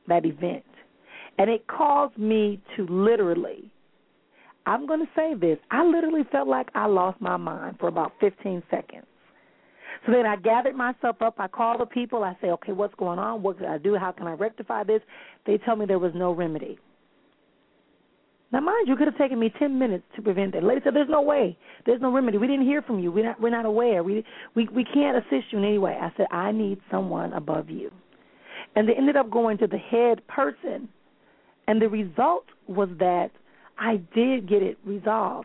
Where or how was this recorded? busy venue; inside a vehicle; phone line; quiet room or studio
phone line